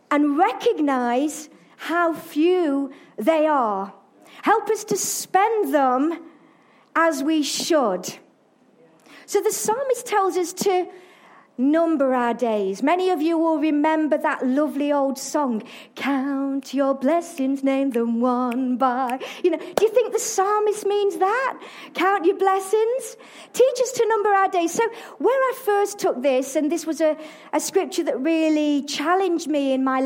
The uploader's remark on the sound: Arena Church Ilkeston